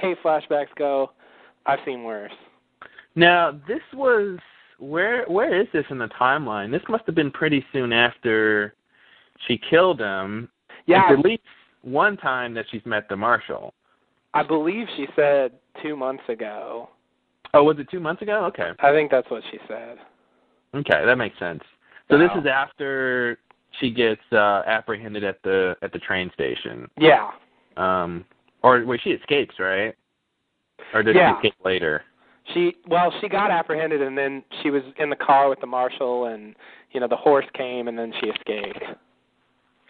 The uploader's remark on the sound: Recorded Live on Talkshoe